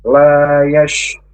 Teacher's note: Yash, keluar nafas banyak di tengah lidah.